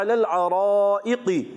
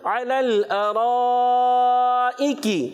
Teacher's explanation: اور کاف کو باریک رکھنا ہے. یہ کاف جو ہے قاف سے نہیں بدلنا چاہیے. · Shown in: second take